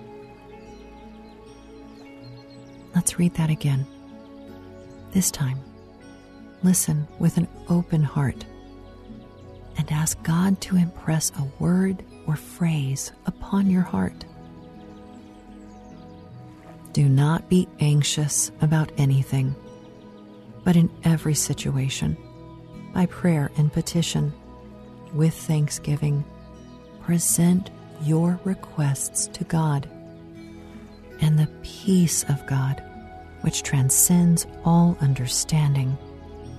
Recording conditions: sounds in the background